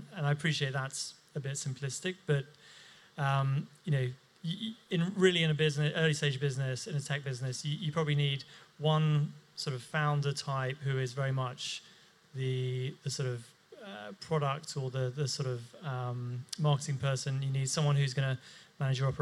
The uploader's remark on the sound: The latest Balderton Capital podcast is a recording of the panel session from the latest Doctorpreneurs Meetup, which was held at Balderton HQ.